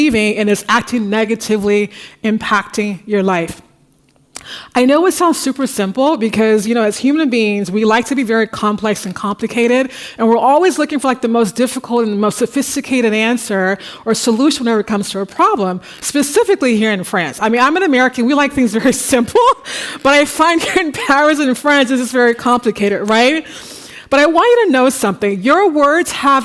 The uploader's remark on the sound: The Paris Talks audience at the Bibliothèque Nationale de France in March.